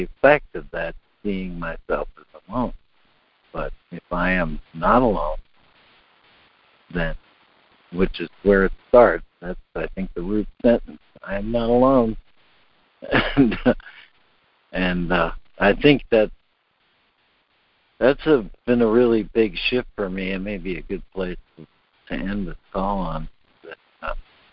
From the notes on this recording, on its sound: ACIM Daily Conference Call.